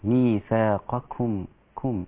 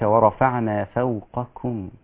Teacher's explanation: مهم جدا أنك أنت تراعي ترقيق الكاف المضمومة، لأن الضم مظنة التفخيم والكاف رقيقة أصلا